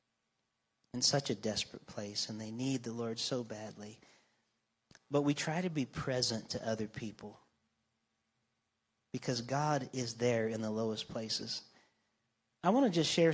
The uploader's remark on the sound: This week’s episode was recorded live on Sunday Morning, June 11th, 2023, from North Vernon, Indiana, at the Church of the Nazarene.